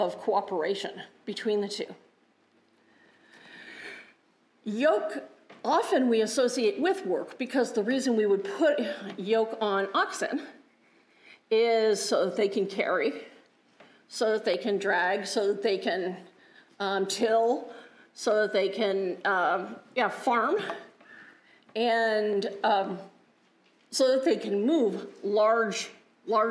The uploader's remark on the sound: Resurrection Lutheran Church - Sunday Service. Juneau Live!